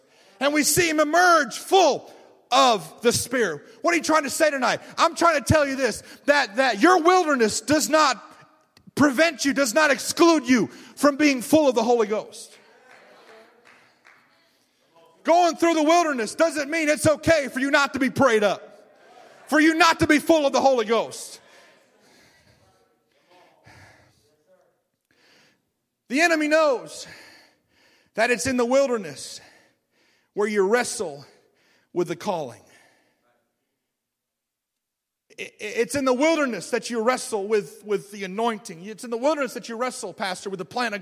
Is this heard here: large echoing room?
yes